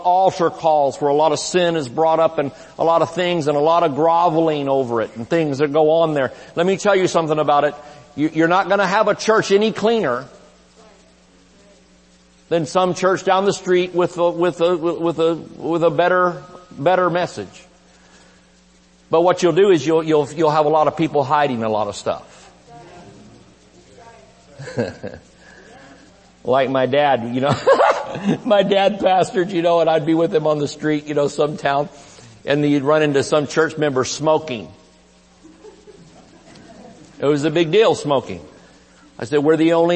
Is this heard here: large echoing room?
yes